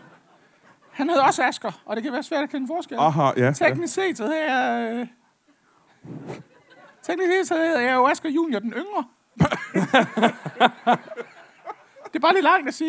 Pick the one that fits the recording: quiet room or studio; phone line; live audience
live audience